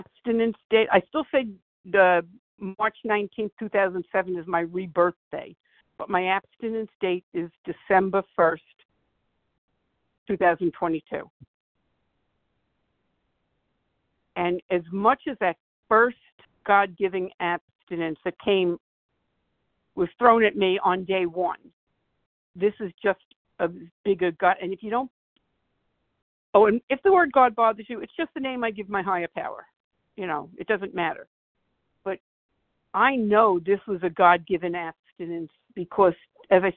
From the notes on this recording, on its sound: 100 Pounders Phone Meeting, 4/13/23